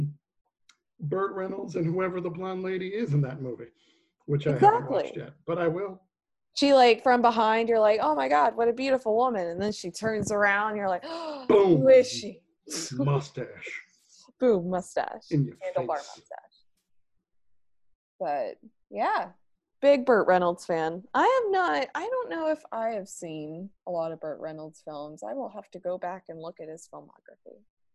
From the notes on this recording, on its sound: record online